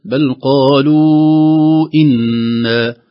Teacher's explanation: المد في كلمة قالوا والهمز سبب المد في كلمة إنا، هذا يسمونه مد جائز منفصل